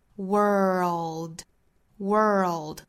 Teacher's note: We succeed through original thought.首先来做英音的语音讲解。那我们注意 world 这个词我们经常讲啊，英音和美音的差别很大。我们再来示范一下。英音的话注意是从到后面舌侧音的过渡 world world 一定不要丢了舌侧音美音的话呢是从卷舌音的过渡到后面舌侧音